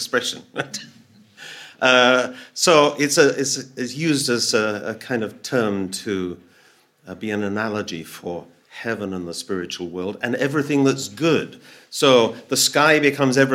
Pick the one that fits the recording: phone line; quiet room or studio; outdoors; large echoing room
large echoing room